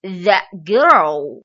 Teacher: that 是作为次重音， girl 是作为重音